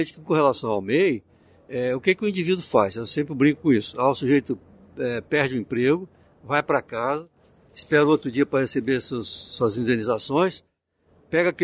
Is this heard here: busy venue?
yes